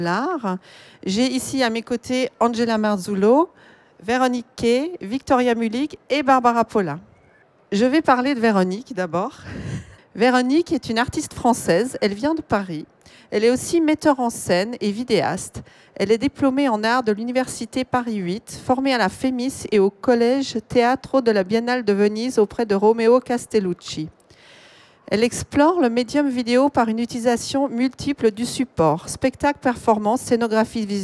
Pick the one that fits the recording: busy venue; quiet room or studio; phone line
busy venue